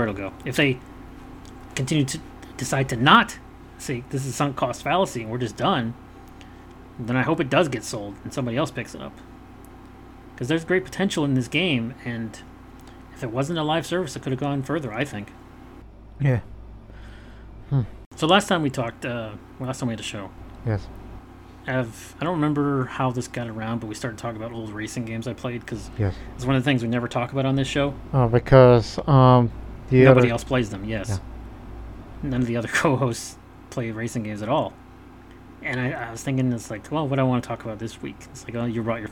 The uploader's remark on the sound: It's 100 degrees here in South Texas. Ignore the background noise of the air conditioner.